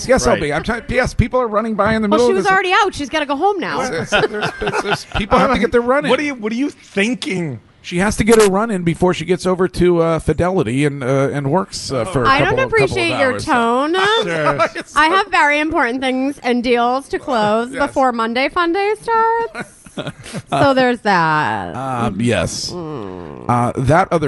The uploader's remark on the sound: Broadcasting live from The Capital Grille. Finds his way to the broadcast location.